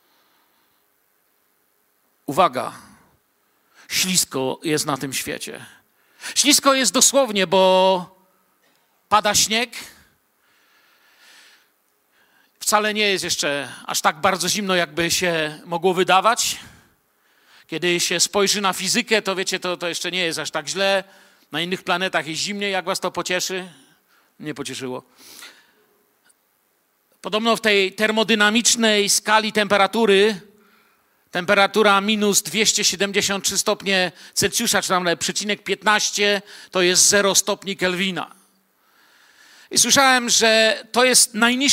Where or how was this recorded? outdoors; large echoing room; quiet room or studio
large echoing room